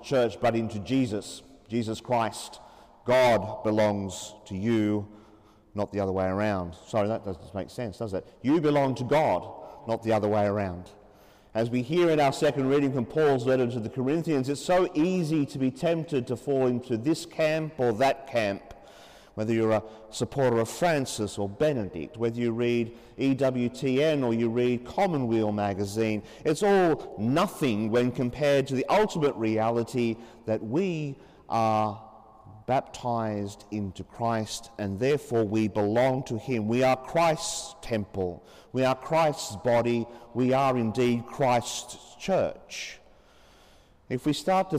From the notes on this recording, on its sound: As preached during the 5.30 pm Saturday evening Mass in Sacred Heart Cathedral, Hamilton.